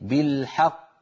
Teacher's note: نعطي الحاء زمنها ولا نزيد في زمن الفتحة، وإلا قد يتولد ألف